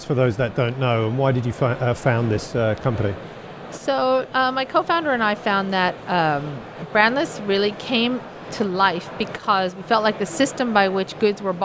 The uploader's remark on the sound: live from Slush 2019